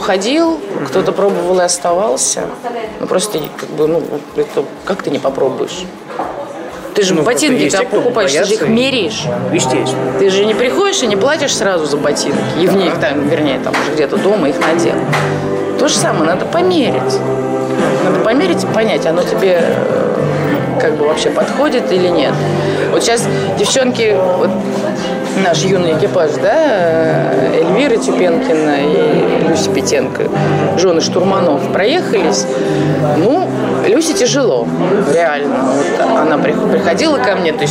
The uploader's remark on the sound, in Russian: Сегодняшний выпуск был записан на встрече в уютном кафе.